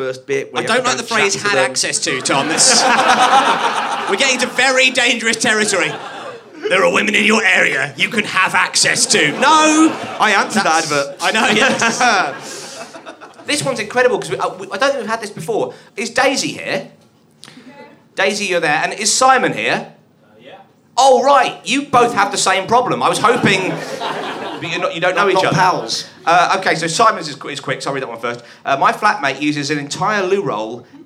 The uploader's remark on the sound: the best bits from the live gig introductions